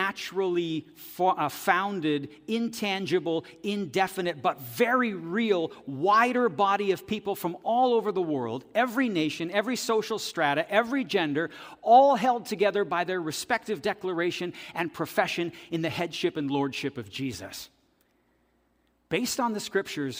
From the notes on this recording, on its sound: This audio is taken from the September 10, 2023 worship service at FBC Charlottetown.